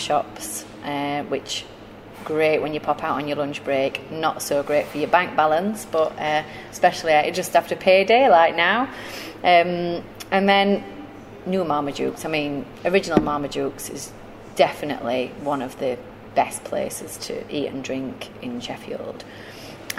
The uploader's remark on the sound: Amid clanging plates and dubious sound levels.